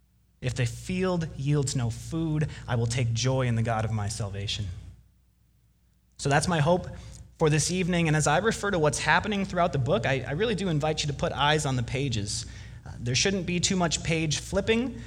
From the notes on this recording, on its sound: Delivered Wednesday, November 27 at Woodridge Community Church (New Berlin, WI).